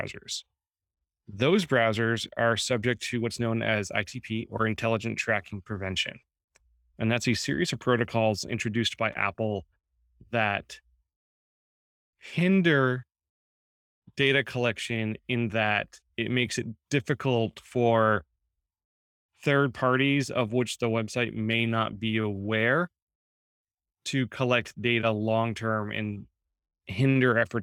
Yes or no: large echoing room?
no